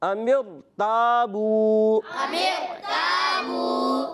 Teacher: تا کو موٹا نہیں پڑھنا، یہاں سے آواز آئے توبو تو نہیں، تا باریک